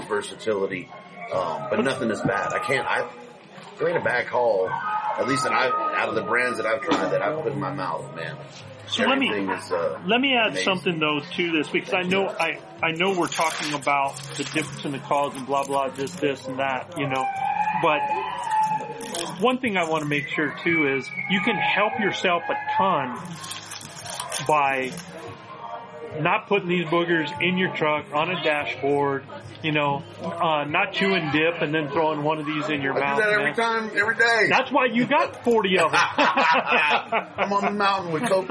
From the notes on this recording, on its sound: live in-person episodes from the NRA Whittington Center in New Mexico under the Western Hunt Fest banners